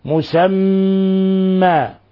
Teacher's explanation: أجل مسمى، تنوين كسر جاء بعد حرف الميم، حكم التجويد إضغام بغنة، مسمى ميم مشددة، فهي حرف غنة مشدد، تعطى غنة مقدارها حركتين. ألاحظوا كيف نطبق شفتين إطباق شديد، وتكون هنا غنة من الخشوم.